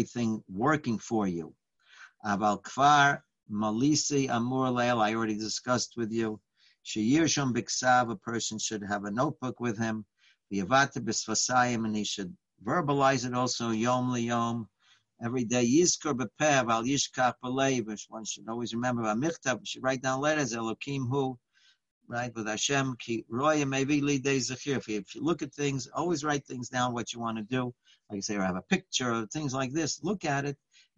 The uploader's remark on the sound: Live On Zoom